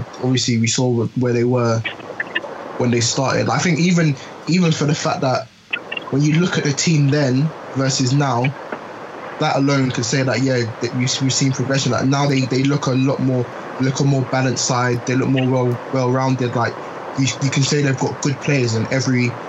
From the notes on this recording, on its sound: First of all Apologies for the sound quality. Recorded whilst driving (hands free of course, safety first and that).